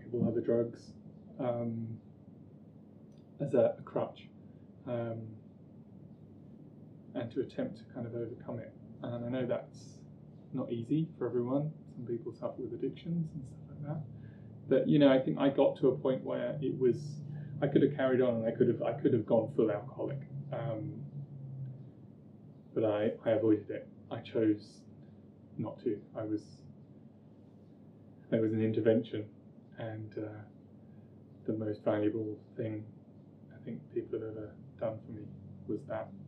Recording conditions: poor sound quality